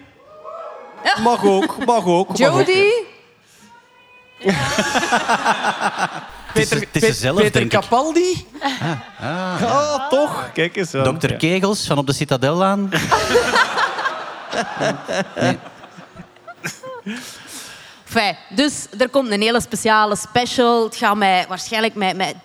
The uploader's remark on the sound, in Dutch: Live vanop het Nerdland Festival!